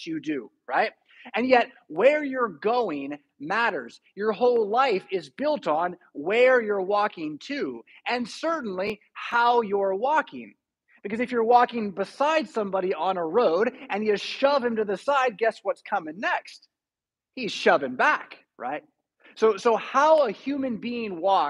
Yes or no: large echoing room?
yes